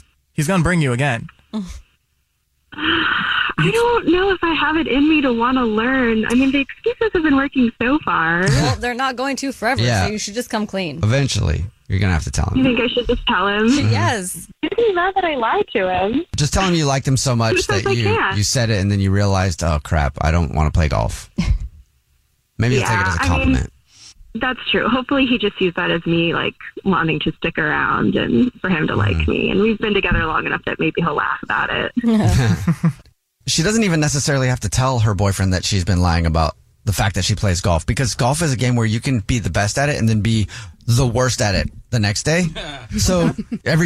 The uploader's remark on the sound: There is a listener on the phone